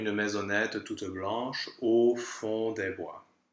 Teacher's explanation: we have the pure O and the nasal O in a row